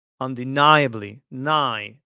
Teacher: The nigh syllable is stressed.